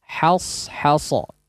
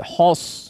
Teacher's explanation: karena setelahnya huruf ṣad yang memang ditebalkan secara pengucapannya maka dia harus tetap tipis fathah sempurna dan tipis · Shown in: first take